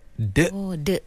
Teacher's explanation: Seolah-olah huruf dal tu setelahnya ada hamzah. · Term: qalqalah yang salah